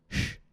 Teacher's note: When we pull our tongue tip back slightly, the air passage gets larger, lowering the pitch and creating the sound sh.